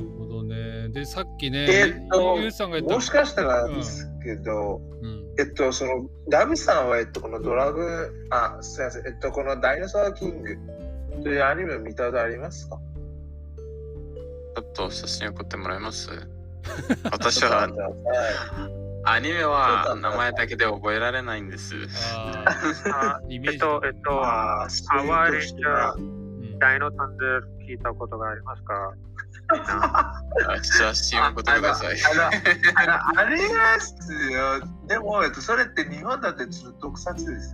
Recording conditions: poor sound quality